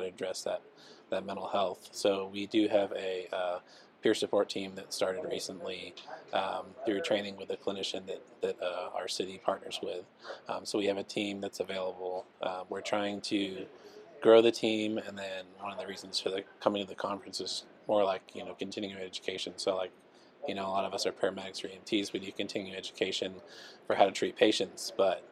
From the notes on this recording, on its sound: NEP "On Location". At the 2023 NEP "We Need to Talk" mental and behavioral health conference in Las Vegas.